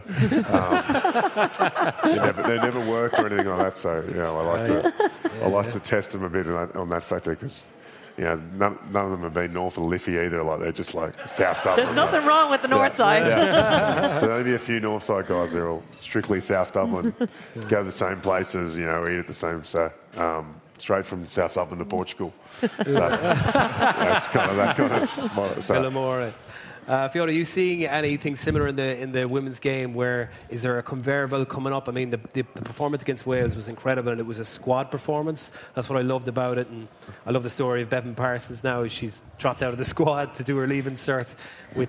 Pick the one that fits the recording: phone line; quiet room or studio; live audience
live audience